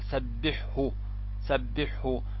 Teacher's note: الحاء مع الهاء بسبب أن كلاهما من الأحرف الحلقية، وكذلك كلاهما فيه جريان النفس من أحرف الهمس